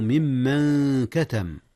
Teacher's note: أخفي النون قبل الكاف، نون من، والكاف من حروف الإخفاء